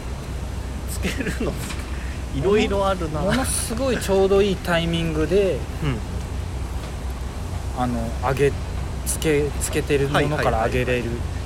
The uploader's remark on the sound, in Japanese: 屋上で収録した。外気と一緒。